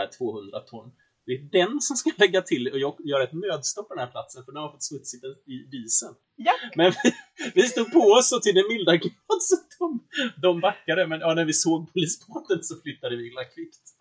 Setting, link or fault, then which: fault, poor sound quality